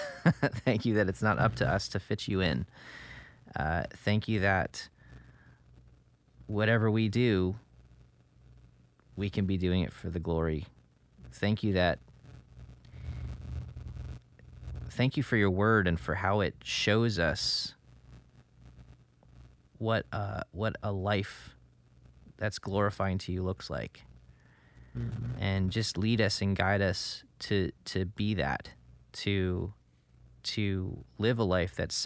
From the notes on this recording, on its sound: finds himself recording from the back of the bus while the rest of the band and crew are asleep